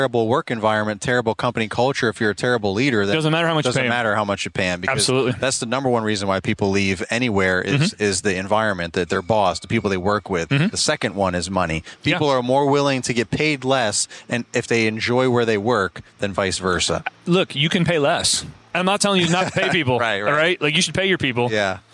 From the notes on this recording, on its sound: The final episode at Synkd LIVE 2023.